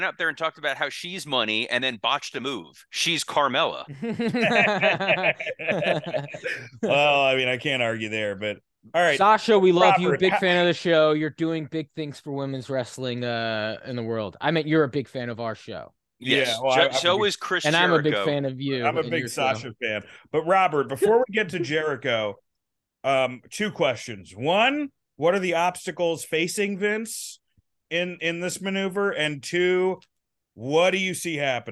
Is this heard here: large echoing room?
no